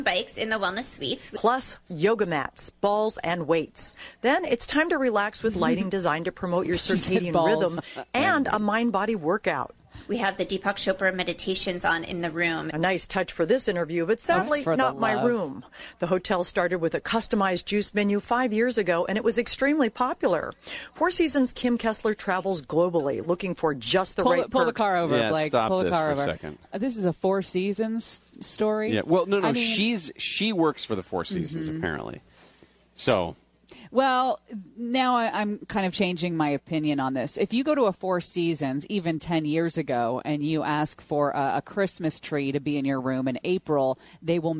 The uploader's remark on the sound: LIVE from The Slidebar in Fullerton for another News & Brews!